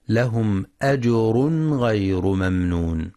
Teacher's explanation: وينتبه لصفة البينية أي التوسط في الميم، في الميم الساكنة في كلمة ممنون.